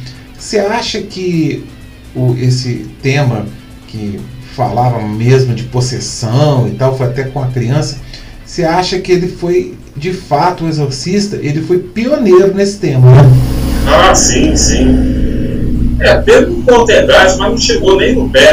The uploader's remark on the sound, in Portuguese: Desta vez online. Mesmo com um áudio não tão bom, peço desculpas.